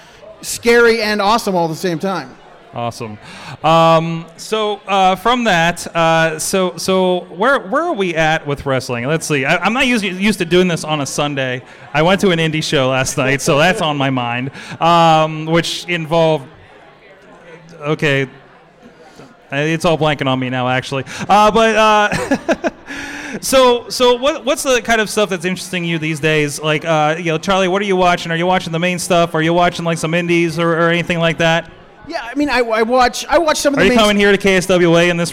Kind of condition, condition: setting, busy venue